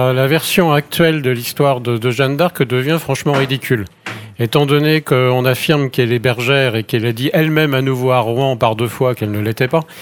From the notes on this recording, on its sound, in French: Sur les radios de la FRAMA en direct du salon du livre dimanche 2 octobre 2022.